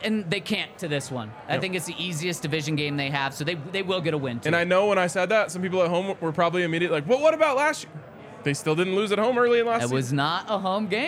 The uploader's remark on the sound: LIVE from the DNVR Bar